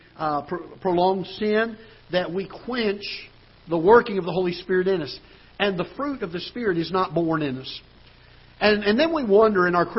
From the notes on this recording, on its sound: Ketha Heights Baptist Church ~ Live Broadcast.